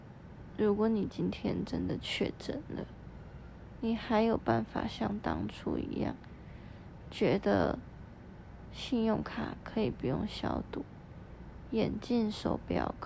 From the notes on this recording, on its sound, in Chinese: 先說這是一段很臨時的錄音。我趴在床上準備睡覺。於是我翻身拿起手機，開啟語音備忘錄，在一片靜默的黑夜中，閉著眼半朦朧的狀態下錄音。